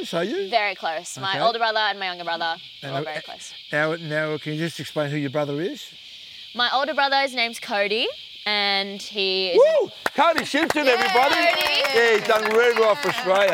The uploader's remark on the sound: in front of a jungle studio audience